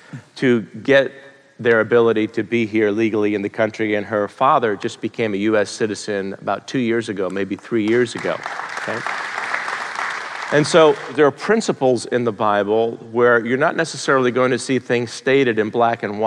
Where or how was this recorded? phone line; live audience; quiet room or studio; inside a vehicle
live audience